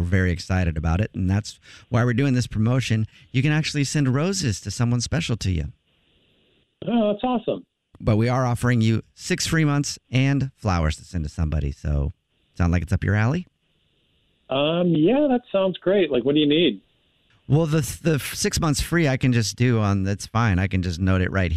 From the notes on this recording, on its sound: A Phone Prank.